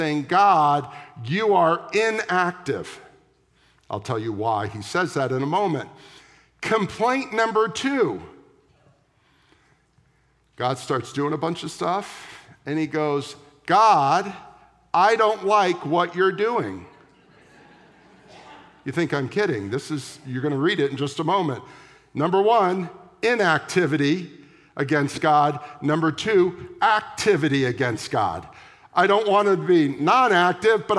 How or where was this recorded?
large echoing room